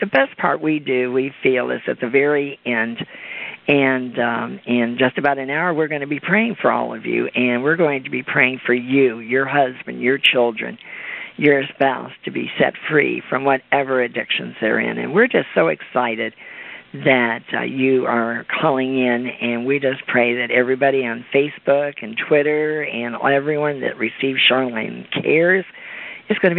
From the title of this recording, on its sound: CONFERENCE CALL